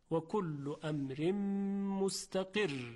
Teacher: حرف را در وقف ساکن میشه، تشدیدم داره، قبلش کسره هست، پس ترقیق میشه